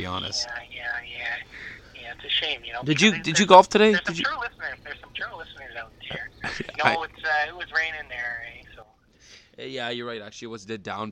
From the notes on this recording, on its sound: joined over the phone